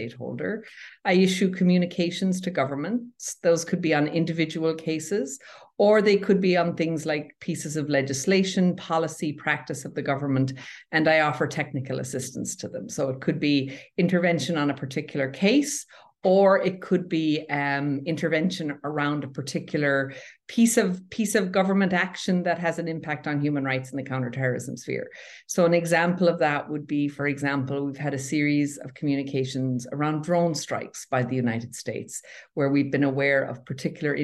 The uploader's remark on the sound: Please note that due to the virtual nature of this interview, there may be some slight audio irregularities.